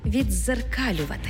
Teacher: У слові «віддзеркалювати» «д» переходить у подовжений звук «дз»